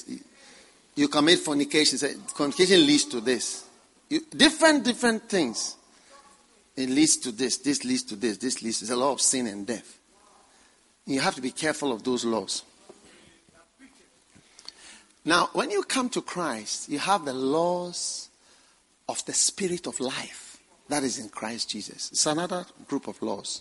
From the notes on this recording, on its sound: Preached at the First Love Thanksgiving Service